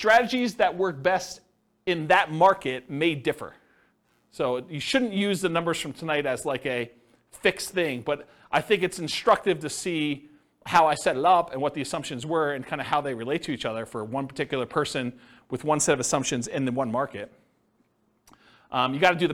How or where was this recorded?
live audience